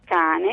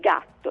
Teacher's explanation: la differenza tra la velare sorda K, quindi quella di cane, e la velare sonora G, quella di gatto